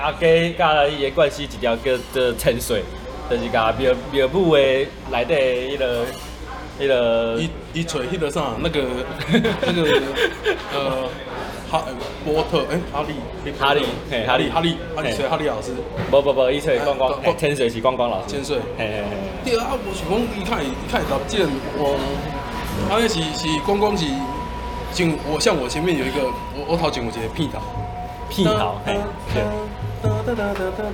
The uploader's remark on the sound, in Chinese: 錄音地點：Louisa Coffee 路易莎咖啡 台南中華店。錄音設備：Samsung S10+。